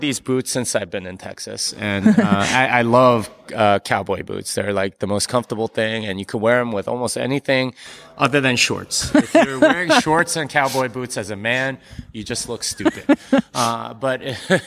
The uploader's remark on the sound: I sat down to have a chat with him at the Baltic Honeybadger conference in Riga